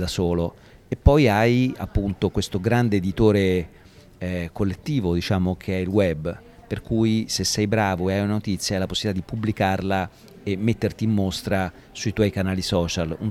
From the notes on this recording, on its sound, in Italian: in occasione del DIG Festival a Modena